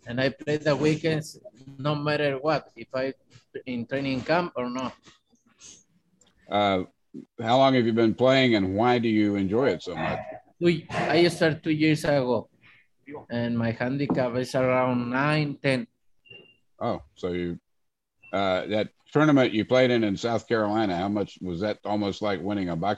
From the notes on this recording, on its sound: Will hold a Zoom conference call.